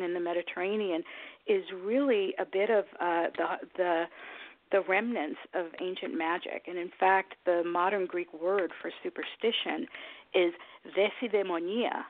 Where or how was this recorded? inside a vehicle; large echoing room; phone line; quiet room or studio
phone line